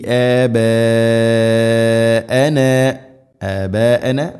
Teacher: മദ് മുത്തസിൽ, നിർബന്ധമായിട്ടും നാലോ അഞ്ചോ ഹർക്കത്തിൻ്റെ ഖദറിൽ നീട്ടണം. മദ് മുൻഫസിൽ എന്ന് പറഞ്ഞാൽ മദ്ദിൻ്റെ അക്ഷരമായ അലിഫ്, ആബാ അലിഫ്, ശേഷം ഹംസ ആബാ, അതേ പദത്തിലാണ്, അതാണ് മുത്തസിൽ.